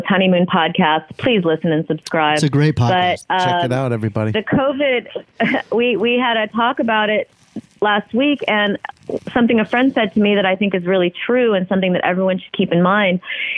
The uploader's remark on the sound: Phone calls have resurged. Calls into the Stard Alley Quarantine!